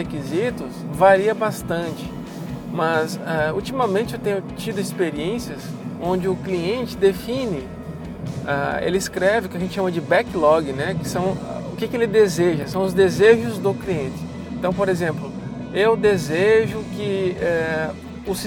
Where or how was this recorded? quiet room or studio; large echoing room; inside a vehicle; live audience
inside a vehicle